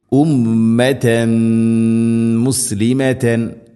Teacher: ഉമ്മത്തൻ മുസ്ലിമത്തൻ ഉമ്മത്തൻ തൻ തൻവീനു ശേഷം മീമ് തൻവീനിനെ മീമിലേക്ക് കൂട്ടി ലയിപ്പിച്ച് മണിച്ചുകൊണ്ട് ഉച്ചരിക്കണം · Term: ഖാം ബിഗുന്ന